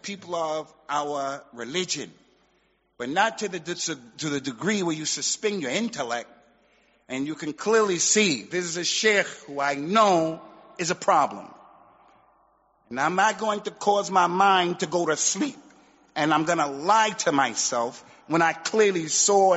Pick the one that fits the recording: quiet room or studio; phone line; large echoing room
large echoing room